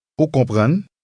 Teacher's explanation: In everyday conversation, Haitians tend to use just a rising intonation to turn a statement into a question.